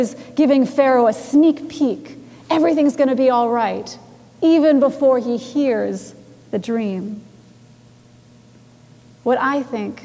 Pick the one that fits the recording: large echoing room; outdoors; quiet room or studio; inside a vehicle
large echoing room